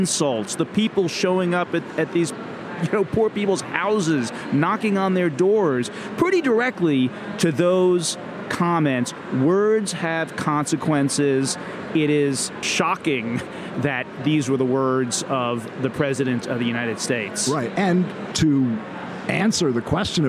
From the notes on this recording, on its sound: join live from the Collision Conference in Toronto Canada